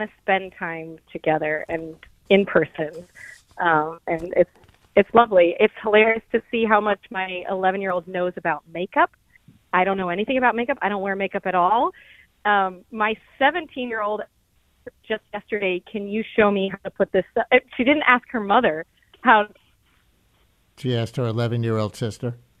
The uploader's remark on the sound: Tweens who are off from school this week call in and share where they like to shop and hang out in person.